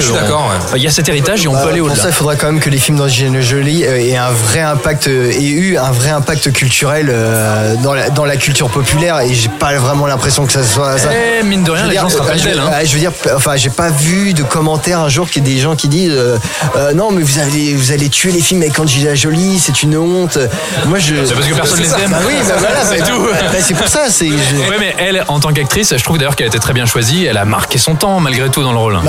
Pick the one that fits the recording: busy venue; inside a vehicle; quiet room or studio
busy venue